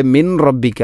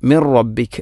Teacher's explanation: ഇനി മിൻ റബ്ബിക്ക്, ഇവിടെ മിൻ റബ്ബിക്ക അല്ല, മിർ റബ്ബിക് എന്നാണ് പറയേണ്ടത്. സുക്കൂനുള്ള നൂനിന് ശേഷം റാ വന്നാൽ ഇദ്ഗാം ബിലാഗുന്ന, അവിടെ മണിക്കാതെ നൂനിനെ റായിലേക്ക് കൂട്ടിലയിപ്പിക്കണം. · Shown in: second take